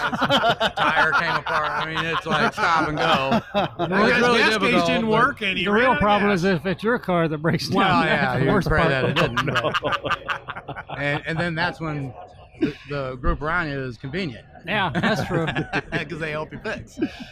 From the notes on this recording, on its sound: Joined the Gearheads live in The Round Six Experience at the Grand National Roadster Show.